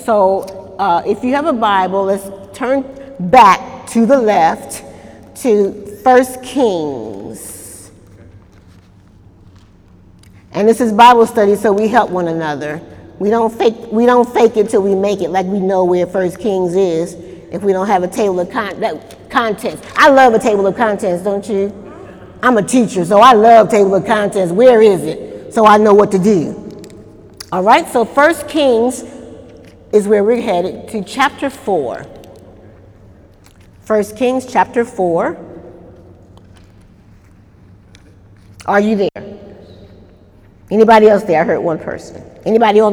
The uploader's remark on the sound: During Wednesday night service on October 3, 2018